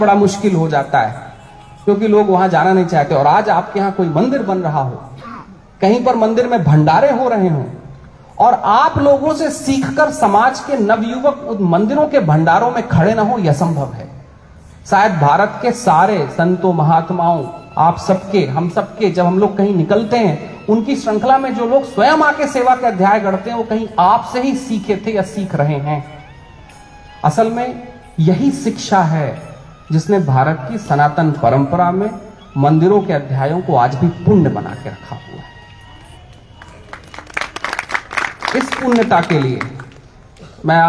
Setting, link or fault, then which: setting, outdoors